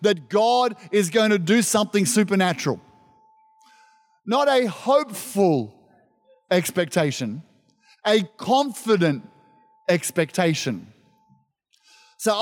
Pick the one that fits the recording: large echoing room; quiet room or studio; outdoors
large echoing room